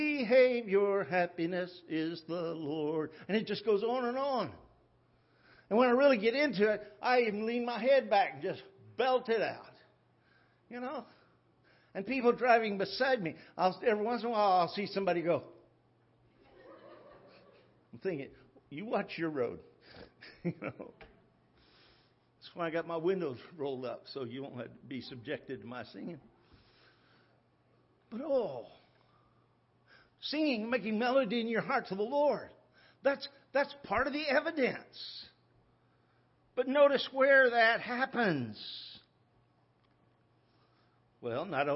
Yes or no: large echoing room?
yes